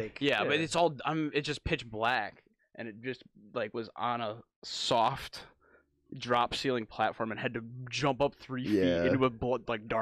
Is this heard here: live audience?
no